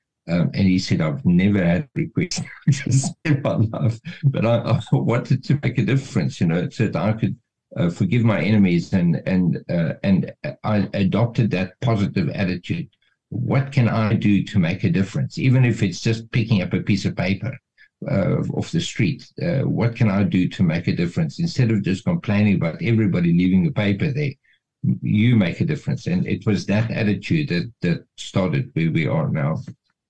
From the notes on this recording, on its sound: The Transformation Table Zoom Meeting on the 13 Jul 2023